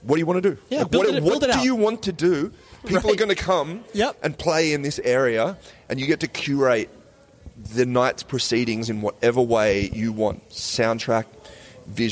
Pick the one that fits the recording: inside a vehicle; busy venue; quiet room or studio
busy venue